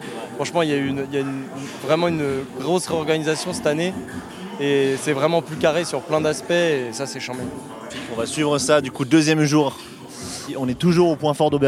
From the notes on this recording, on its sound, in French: Au milieu du Grünt Festival. Pose ses micros dans les coulisses du Grünt Festival 2 et part à la rencontre de ceux qui le font : organisateurs, artistes et spectateurs.